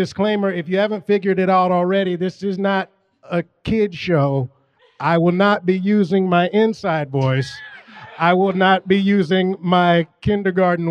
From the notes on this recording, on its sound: live from the Scum and Villainy Cantina in Hollywood, CA